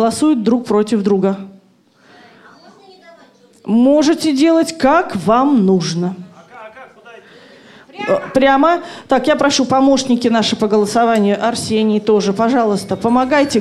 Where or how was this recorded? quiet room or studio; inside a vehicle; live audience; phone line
live audience